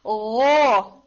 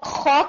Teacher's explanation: غو اس میں آپ نے ایئر کنٹرول کر لی، اب آپ کی ایئر باہر نہیں آ رہی، اور خو کہتے ہوئے آپ کی ایئر باہر آ رہی ہے